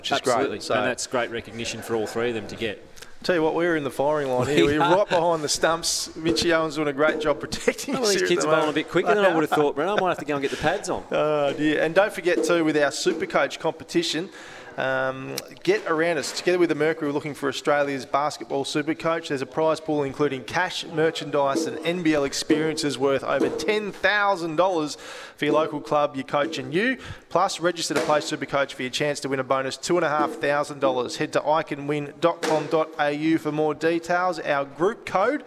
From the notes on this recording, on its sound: live from Hobart Kia